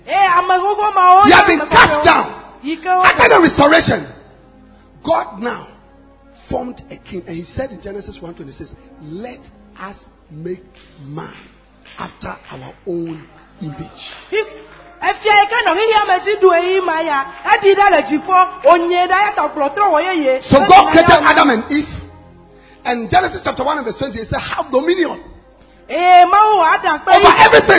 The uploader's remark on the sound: Preached at the Anagkazo Assemblies, Hohoe on Phanerosis Convention Day 3